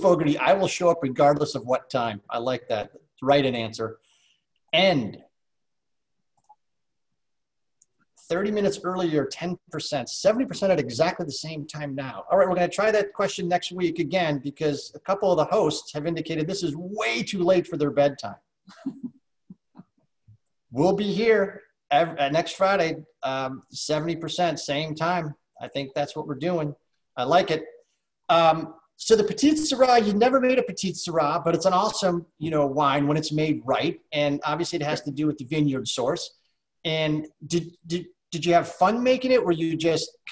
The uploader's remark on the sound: SIP Virtual Wine Tasting and Q&A